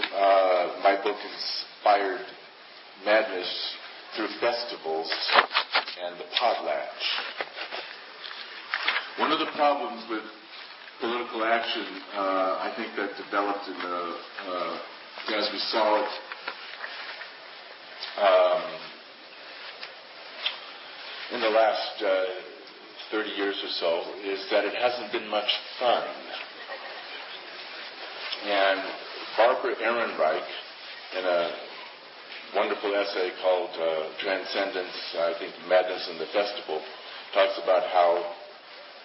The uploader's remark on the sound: 2006 Palenque Norte lecture at Burning Man.